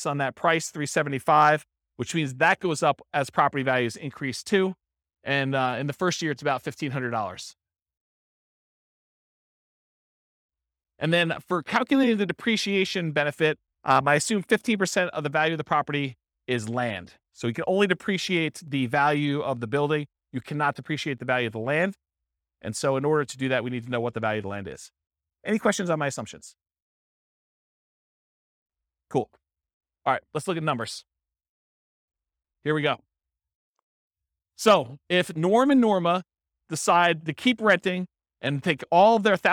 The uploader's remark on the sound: This was a live class recorded